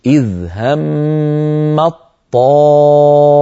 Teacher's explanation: وندغم الطاء في الطاء التي بعدها فتصيران طاء واحدة مشددة · Term: طاء مشددة